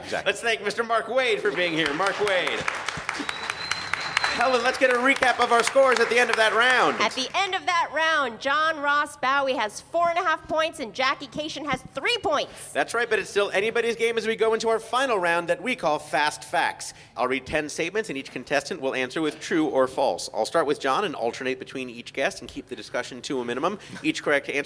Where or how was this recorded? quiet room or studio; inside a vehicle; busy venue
busy venue